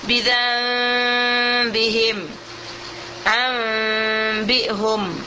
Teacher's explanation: memutarkan makhraj nun kepada makhrajul mim, dan kemudian kita mengikhfakan mim itu ke dalam ba dengan kita menyertai dengan dengungnya harus. · Sebabnya kita mengiklapkan nun ini kepada mim karena sifat nun dengan mim sama-sama ghunnah, dan ba dengan mim adalah satu makhraj · Term: al-iqlab, iqlab